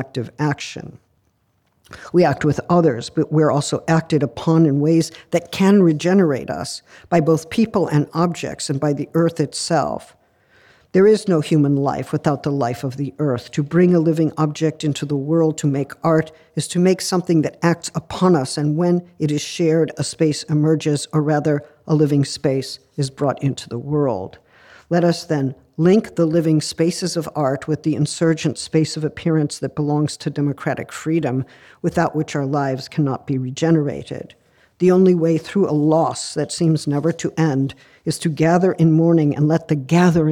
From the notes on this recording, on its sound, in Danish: Forelæsningen blev optaget på Københavns Universitet den 4.